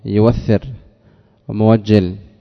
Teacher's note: أي تبدل الهمزة واون، تقول يو بدل يؤى